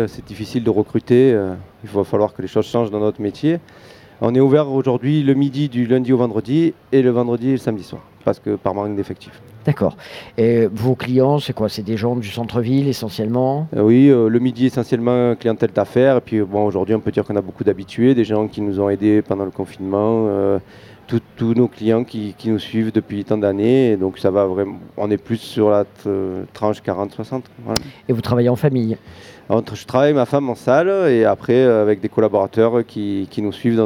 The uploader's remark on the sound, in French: Radio Grenouille au Street Food Festival 2022 - Dimanche